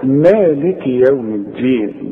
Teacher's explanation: بتمد حركتين بتاعت مالك